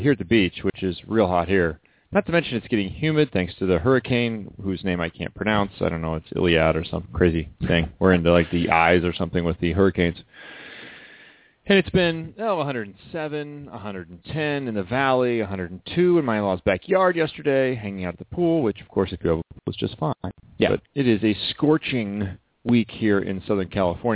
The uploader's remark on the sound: called in for a great interview